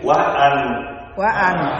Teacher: chữ quá là ngắn, chữ anh là dài